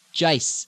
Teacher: oi, in American English, has the tendency in the islands to stay like the I, like the last one, I.